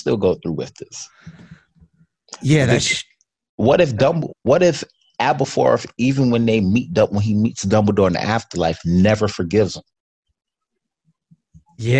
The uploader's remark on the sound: zoom chat for the first time since covid-19